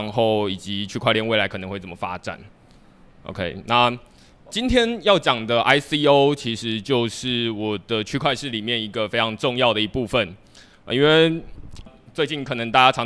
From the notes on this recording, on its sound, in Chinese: 這次的內容是第二場島民小聚的錄音。接著是現場問答。